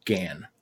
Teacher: it sounds like … is saying Gan, like the Y isn't even there